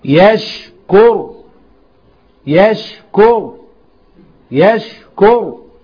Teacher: الراء مفخمة واضح ساكنة وقبلها مضموم